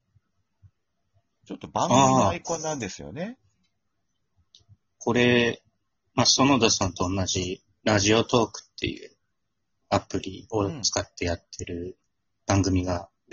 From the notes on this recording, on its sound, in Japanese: 今回は久しぶりのリモート収録。リモート収録機能により、各々の自宅からトークに参加できます。